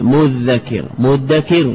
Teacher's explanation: مذكر بقلب الدال ذالا ثم أدغمت الذال في الذال